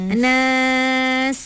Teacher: Kena bunyi desiran pada sin tu.